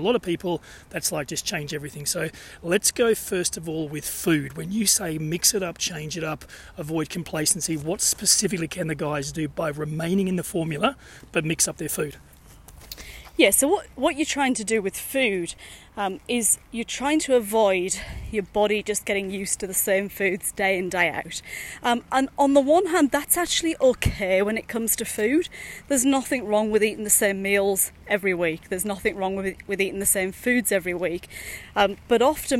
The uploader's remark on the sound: Dad bod walking is a series of short podcasts recorded during daily walks.